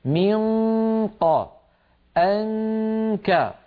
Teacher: كان هذا العمل خطأ محض، هذا العمل خطأ محض عند إخفاء النون. عند القاف والكاف الصوت الموجود فقط صوت الغنة منقى أنكى، ولا شيء من الفم البتة.